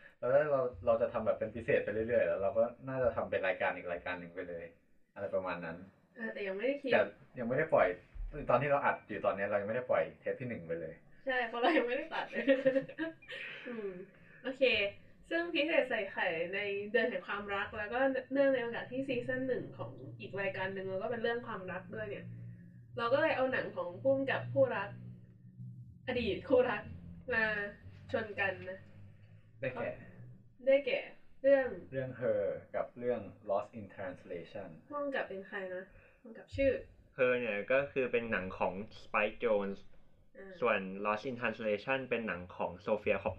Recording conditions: poor sound quality